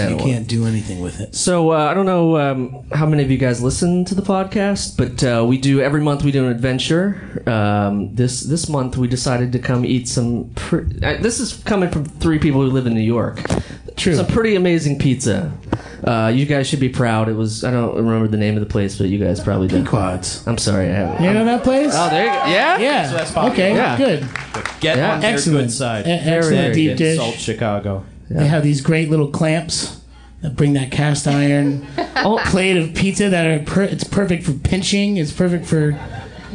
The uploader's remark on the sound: Mini-tour in Chicago. The lovely Lincoln Hall in Chicago is the setting for this LIVE episode.